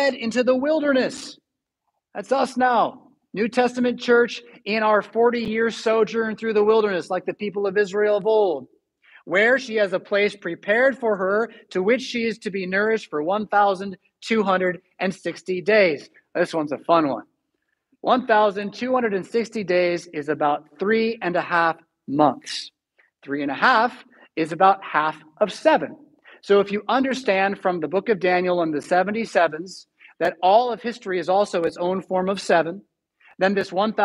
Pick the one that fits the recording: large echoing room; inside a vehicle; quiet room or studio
large echoing room